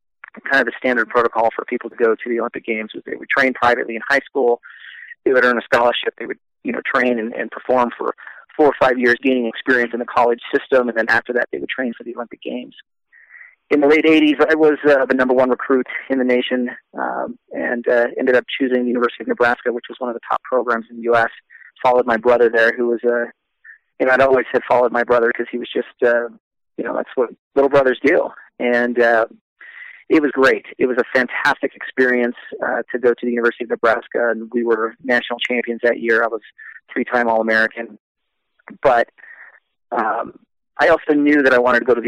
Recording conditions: phone line